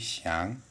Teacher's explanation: the second tone that rises slightly